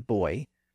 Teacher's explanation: None of those are pure vowel sounds. Believe it or not, they're all combinations of vowel sounds, so they're diphthongs. They're formed by putting together two different vowel sounds that we covered in this episode.